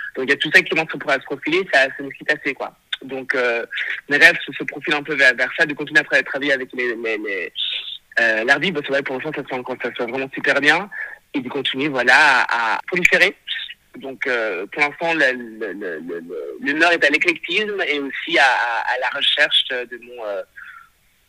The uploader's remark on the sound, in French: Cet épisode a été enregistré par téléphone.